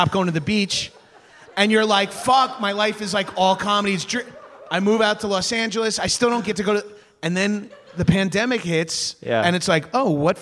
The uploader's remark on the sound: a LIVE taping of High & Mighty in Portland, Oregon